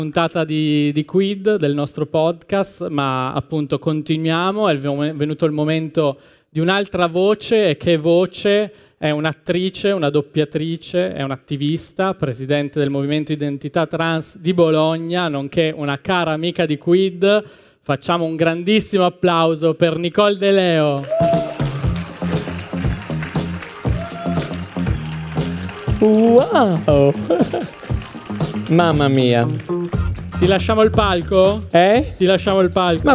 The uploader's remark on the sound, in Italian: Sul palco dell’Anfiteatro Apple in Piazza del Liberty per un evento live speciale, in occasione della Pride Week di Milano.